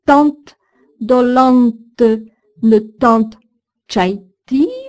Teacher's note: vous entendez les voyelles nasales suivies de leur N